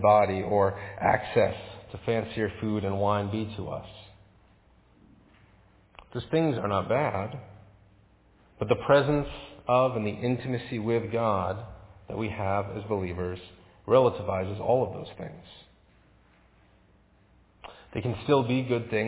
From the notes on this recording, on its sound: Faith Presbyterian Church – Evening Service